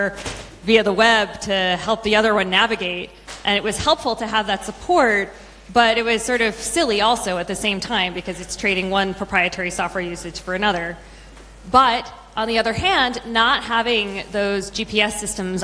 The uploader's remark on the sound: A recording of the actual FOSDEM keynote. In their final installment regarding their joint keynote at FOSDEM 2019. A recording of the actual FOSDEM keynote.